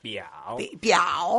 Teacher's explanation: Baja y sube, tercer tono.